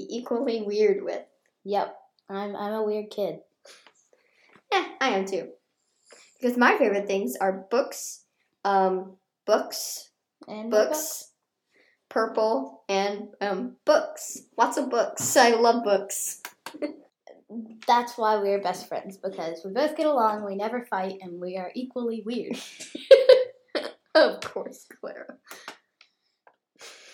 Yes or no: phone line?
no